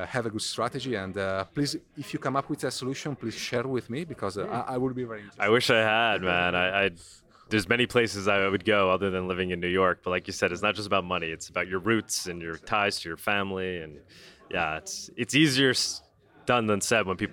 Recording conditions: busy venue